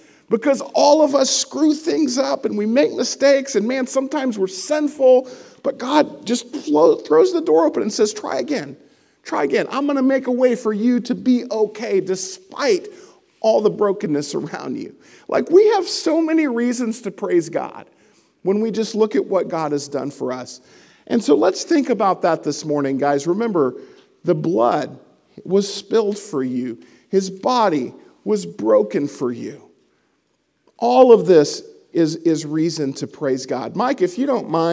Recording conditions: large echoing room